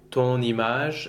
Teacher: when we make a liaison after a nasal vowel, it maintains its nasal quality. Yes, you say ton, the real nasal vowel, and then you just add the end.